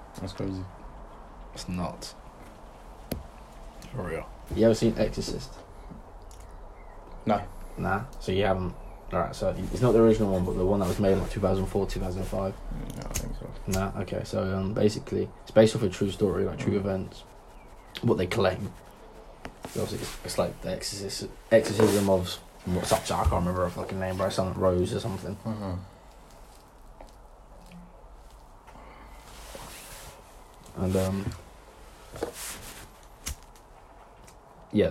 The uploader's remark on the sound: We've made this podcast with just our phones so appologize for the quality.